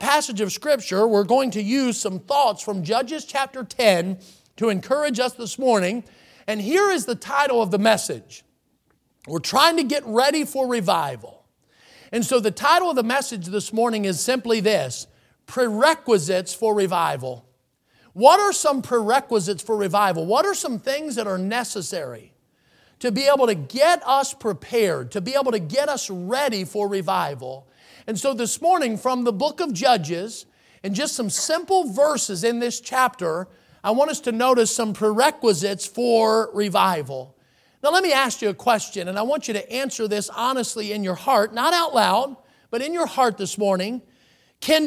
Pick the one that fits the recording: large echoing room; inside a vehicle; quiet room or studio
large echoing room